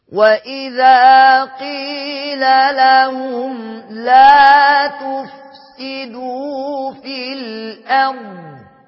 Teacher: غير لما اقول لا تفسدوا في الأرض غلط. الضاد لا تقلقل أبدا مش من حروف القلقلة أصلا